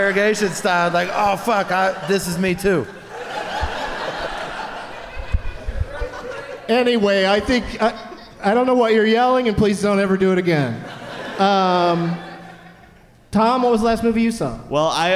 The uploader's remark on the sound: Live from the 208 Comedy Fest in Boise